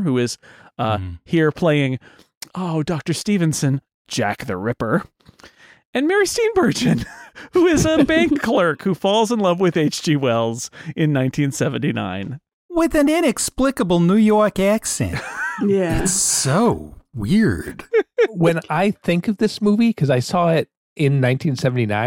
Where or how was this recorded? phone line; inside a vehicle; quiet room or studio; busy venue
quiet room or studio